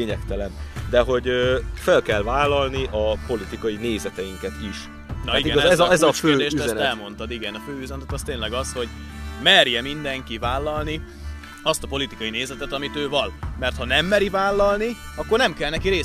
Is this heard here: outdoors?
yes